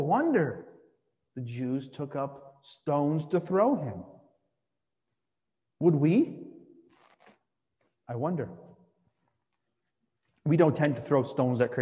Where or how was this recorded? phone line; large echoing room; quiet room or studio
large echoing room